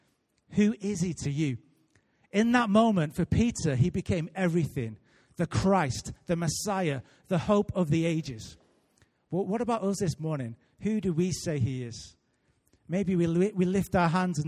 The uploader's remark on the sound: Recorded live at Life Church Lancashire